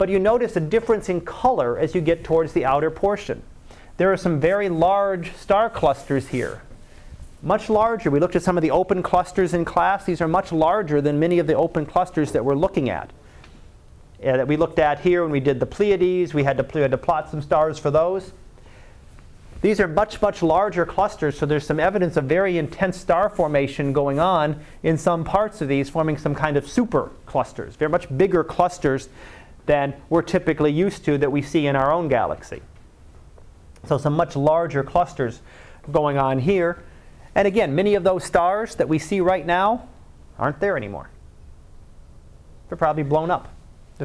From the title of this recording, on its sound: Live Class Lecture